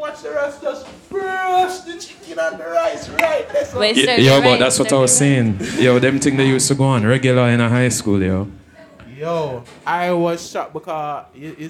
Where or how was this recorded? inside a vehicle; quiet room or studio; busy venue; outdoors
busy venue